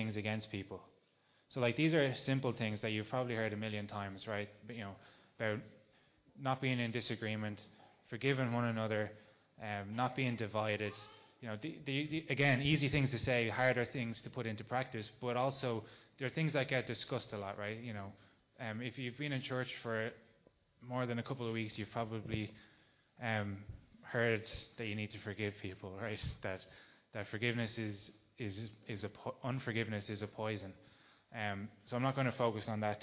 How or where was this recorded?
large echoing room